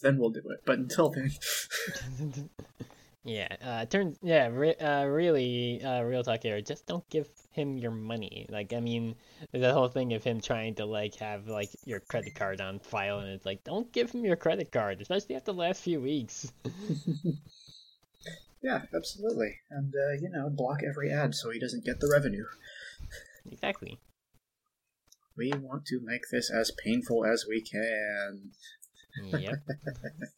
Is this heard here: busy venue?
no